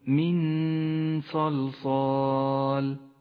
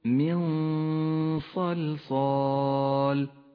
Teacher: الغنة المفخمة في قوله تعالى من صلصال، وإياك أن تقول من صلصال، بل قل من صلصال، تخرج هذه الغنة من الخيشوم ومن مخرج الصاد متجافيا عنه قليلا · Shown in: second take